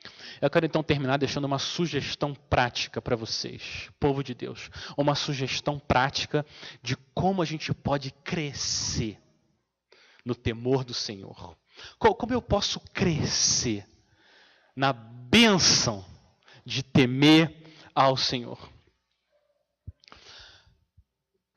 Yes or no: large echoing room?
yes